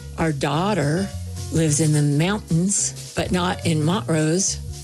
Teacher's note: Coloradoans don't pronounce T's in the middle of words.